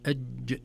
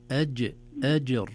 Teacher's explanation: لابد أن نعطيها صفة الشدة، بمعنى ينحبس الصوت في الجيم